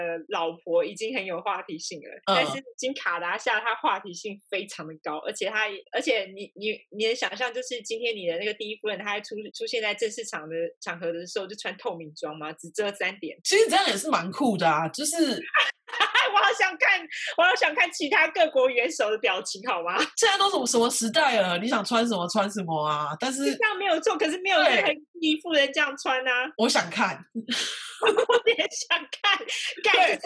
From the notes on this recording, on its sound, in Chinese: 初期音質不佳，近請見諒。